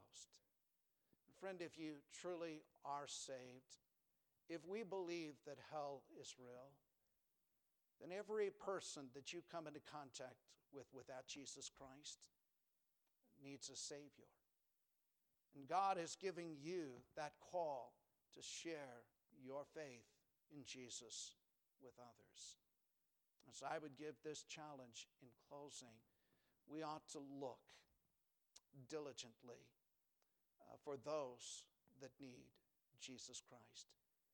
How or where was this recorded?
large echoing room